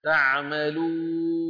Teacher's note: لابد من أن نترك فتحة الواو واسعة قليلا